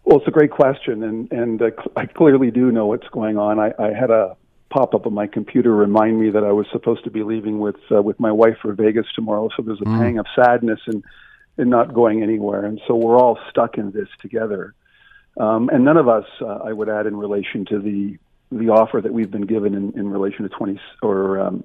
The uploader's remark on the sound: opens the phone lines to hear your take on this